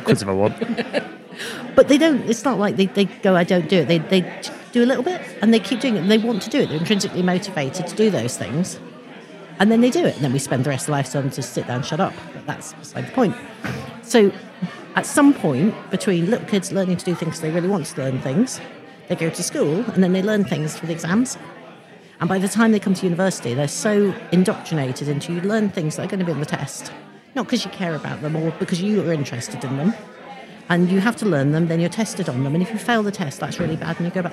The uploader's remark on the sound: It’s the first in our very, very late miniseries recorded at the Playful Learning 2023 conference!